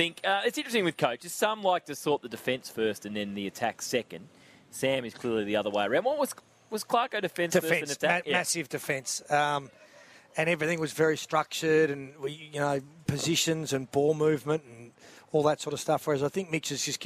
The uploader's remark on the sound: live from Sheen Panel Service Lilydale